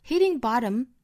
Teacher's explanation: Hitting bottom,那我们注意这两个词，这个 hitting, bottom 都是 flap T,闪音啊。Hitting bottom,并且我们注意这个 bottom,这个元音啊是 a, bottom,不像英音是那个 bottom,Bottom,美式发法口型更张大一点。Bottom is a good thing. Hitting